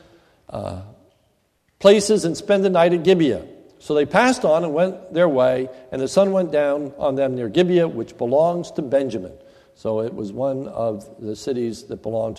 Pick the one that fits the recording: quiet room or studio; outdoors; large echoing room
large echoing room